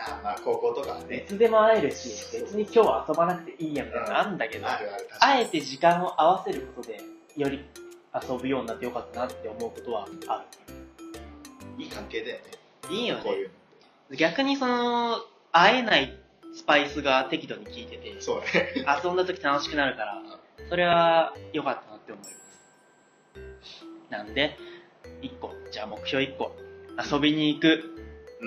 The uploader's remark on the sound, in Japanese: 音量の調節・音質・録音機材の関係でプツプツと音が切れたりとめちゃくちゃ音声がイマイチで申し訳ありません。録音機材を早急に新調したいと思います。